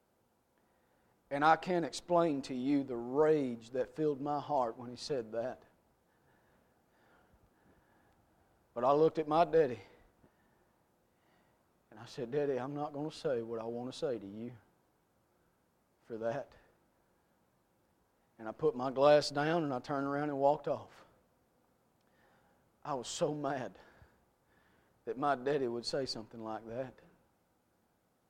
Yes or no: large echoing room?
yes